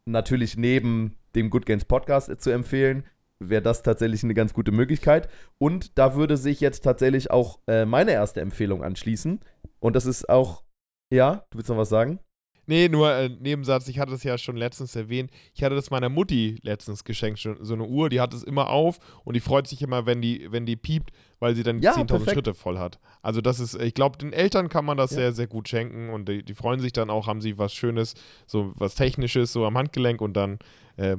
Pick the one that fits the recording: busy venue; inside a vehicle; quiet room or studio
quiet room or studio